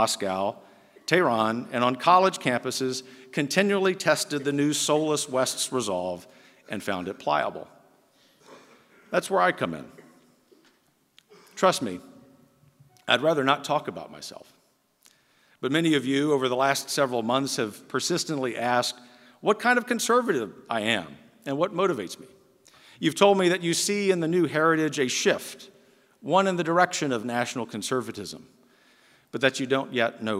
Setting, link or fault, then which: setting, live audience